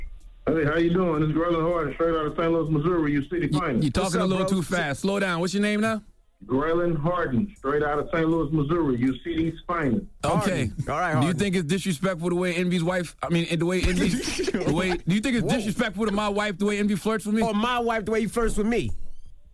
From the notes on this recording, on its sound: Well we opened up the phone lines to see what our listeners thought.